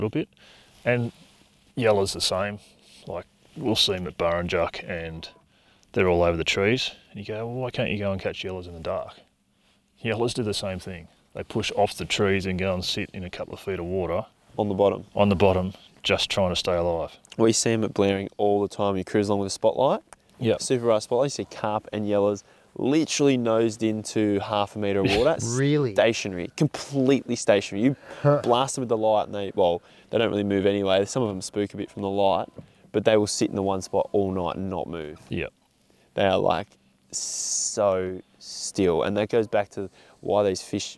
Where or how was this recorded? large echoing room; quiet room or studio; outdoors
outdoors